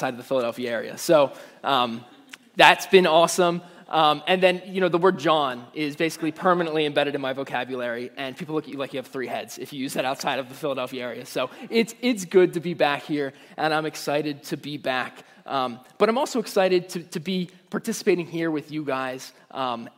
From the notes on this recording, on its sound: Message Preached at Valley Creek Church